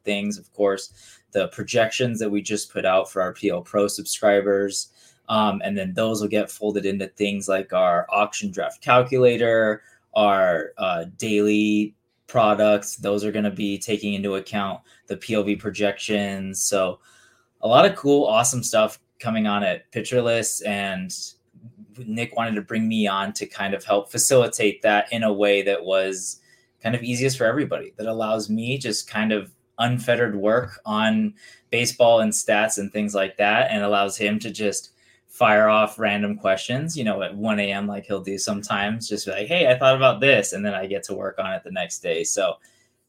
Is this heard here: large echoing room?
no